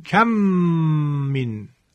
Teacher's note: حتما باید با غنه ادا شود، یعنی صدا از فضای بینی، از خیشوم، همراه با دو حرکت کشش صوت. مثلا اگر بود کم من، باید بخونیم کم من، تشدید میدیم، دو حرکت هم غنه. · Term: ادغام